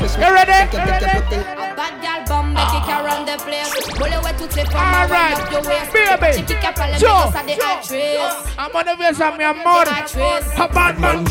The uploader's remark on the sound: LIVE AT SIQUIRRES - BAR GRAN PARQUEO